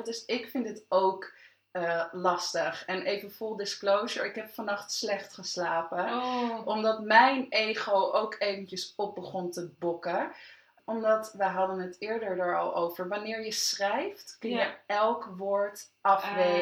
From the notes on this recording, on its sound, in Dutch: EXCUSES VOOR HET GELUID! We hadden een verkeerd knopje ingedrukt...